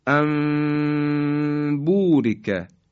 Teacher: یا کلمه ان بورک، نون ساکن به حرف با رسیده، ان بورک، این هم اقلاب شد